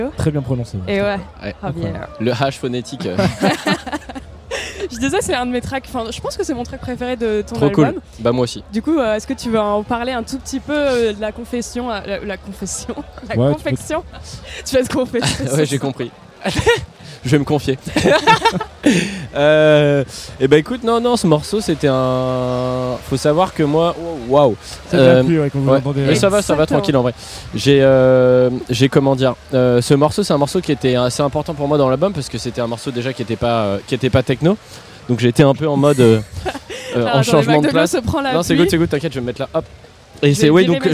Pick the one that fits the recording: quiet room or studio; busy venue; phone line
busy venue